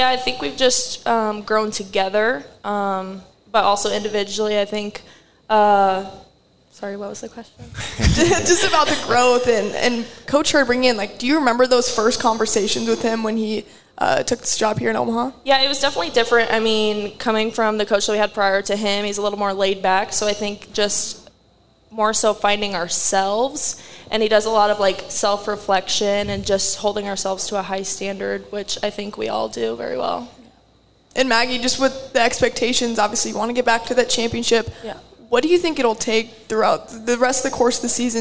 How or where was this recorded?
live audience